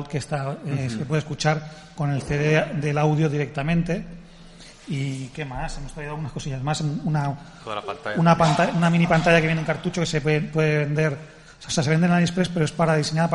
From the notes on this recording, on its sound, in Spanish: Programa en directo en la 59a RU de Barcelona. Programa grabado en directo en la UOC durante la 59a RU de Barcelona. El programa se grabó en dos partes.